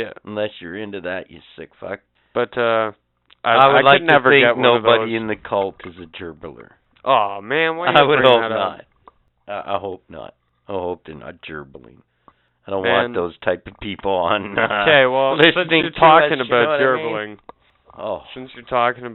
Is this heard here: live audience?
no